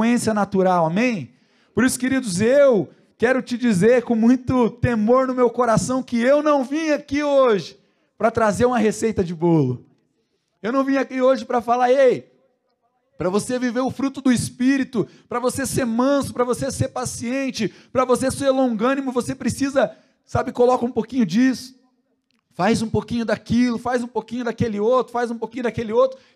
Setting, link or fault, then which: setting, large echoing room